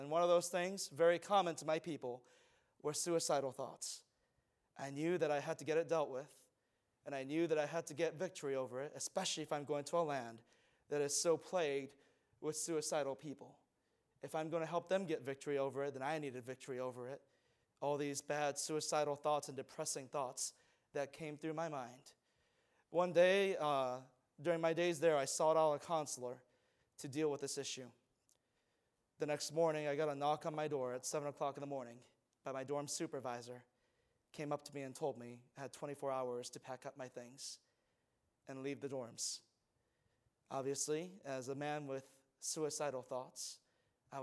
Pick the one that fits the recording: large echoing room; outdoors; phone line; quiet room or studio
large echoing room